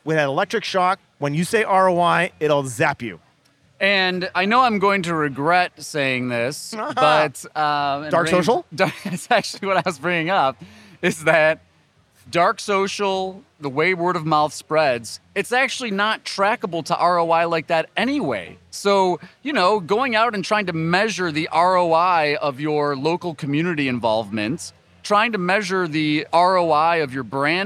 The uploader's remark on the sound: Live from Clio Cloud Conference